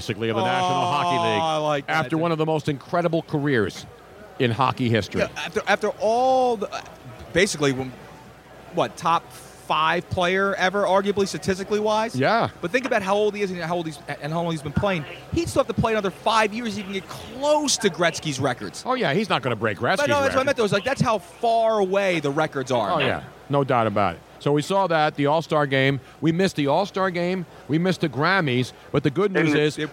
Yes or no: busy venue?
yes